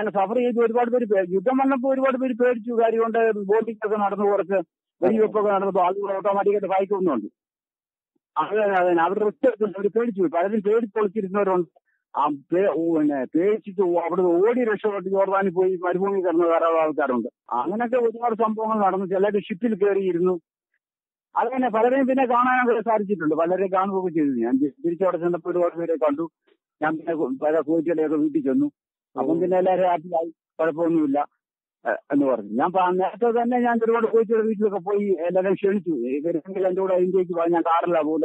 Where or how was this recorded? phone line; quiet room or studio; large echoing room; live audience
phone line